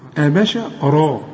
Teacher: الهمزة والبه والشين مرققين